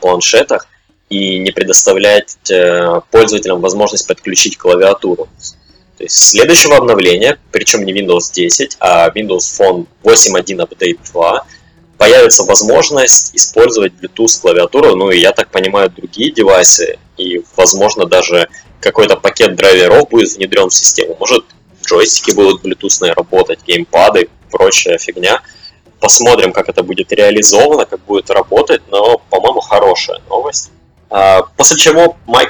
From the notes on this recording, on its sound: Sound issues. Простите за жесть со звуком.